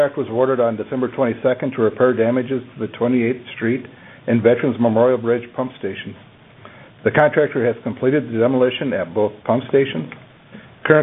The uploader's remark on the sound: Twice monthly conference calls to keep the basin informed.